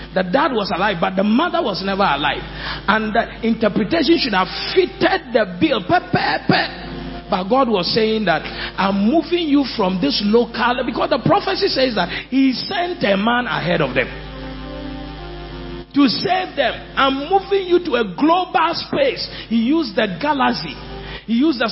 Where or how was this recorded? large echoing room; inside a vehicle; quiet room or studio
large echoing room